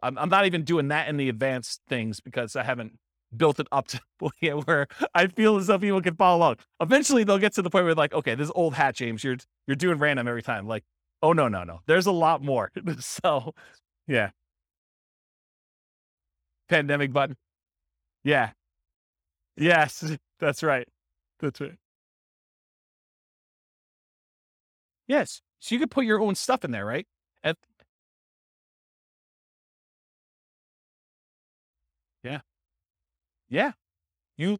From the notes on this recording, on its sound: This was a live class recorded